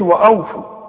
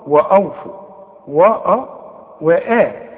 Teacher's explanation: مرققة وانت قلتها صحيحة، واوفوا، ما تقولش واوفوا، وأوفوا وأ وآ، رقق الواو دي ورقق الهمزة ورقق الواو اللي بعدها · Shown in: second take